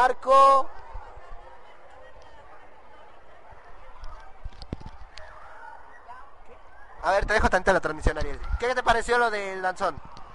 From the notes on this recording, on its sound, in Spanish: Escucha la retransmisión en directo desde la Secundaria 27.